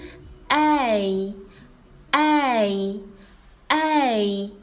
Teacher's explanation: 字母 a 注意一下啊，它这个嘴型是一个变化的，它是一个过渡音